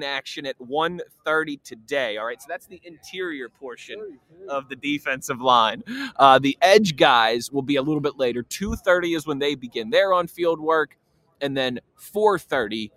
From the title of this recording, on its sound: LIVE from the NFL Combine